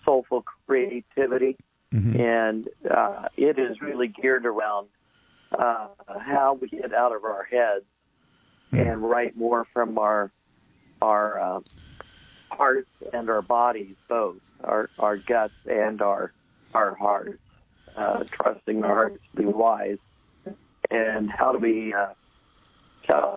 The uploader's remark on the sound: we speak by telephone